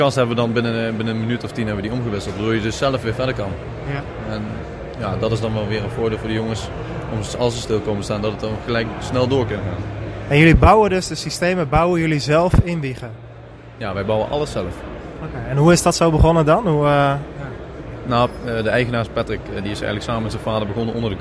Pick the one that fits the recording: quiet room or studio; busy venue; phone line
busy venue